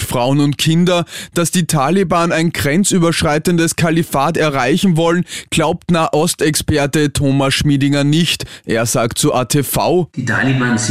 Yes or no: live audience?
no